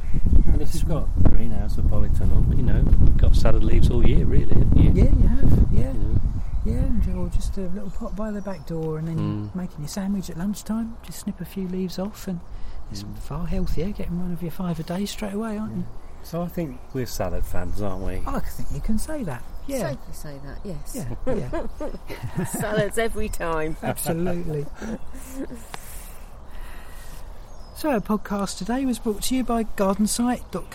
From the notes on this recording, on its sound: Recorded 'on location' at Easton Walled Garden, Lincolnshire